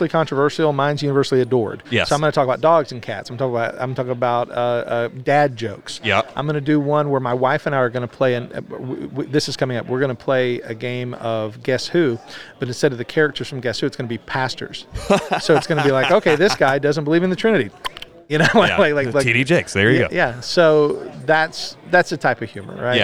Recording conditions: busy venue